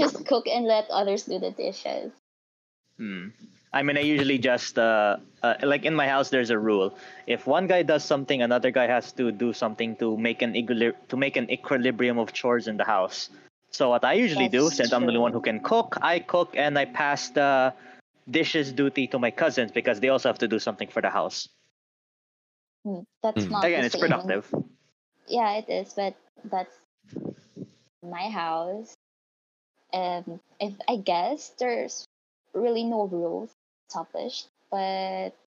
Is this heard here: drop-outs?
yes